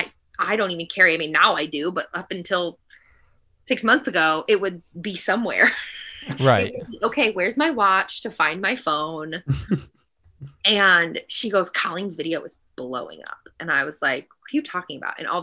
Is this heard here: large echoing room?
no